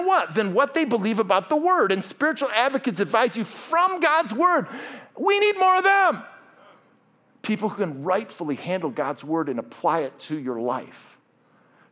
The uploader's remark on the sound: This message was originally preached at Highpoint Church